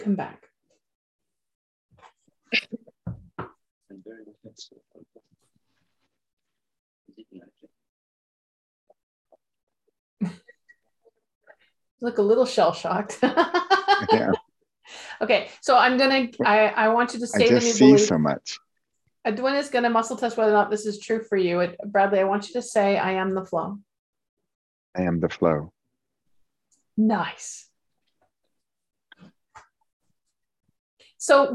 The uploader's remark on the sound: Audio version of May 6, 2022 Zoom call